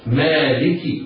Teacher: الميم حرف مرقق، بعدها ألف صغيرة، بعدها مدها مد طبيعي بمقدار 2 حركات هكذا مالك. اللام مكسورة مرققة، الكاف مكسورة، وهنا أقول على القارئ ولا سيما الأئمة أن يحترزوا من تسكين الكاف أو المبالغة في كسرها، لأن التسكين لحن جلي والمبالغة في تسكينها ينشأ عنه ياء وهذا خطأ فاحش.